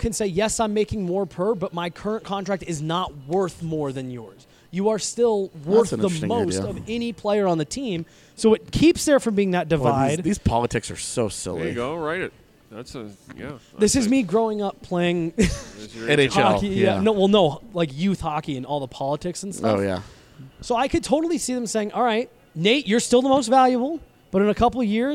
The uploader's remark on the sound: The boys are up at Total Beverage in Thornton